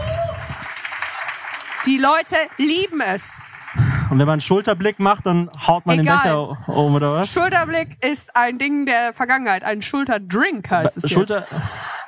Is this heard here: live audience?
yes